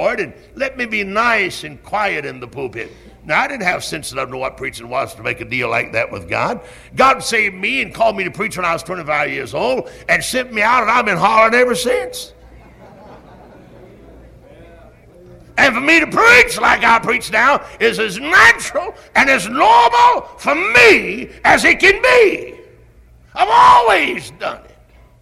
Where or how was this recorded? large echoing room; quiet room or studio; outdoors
large echoing room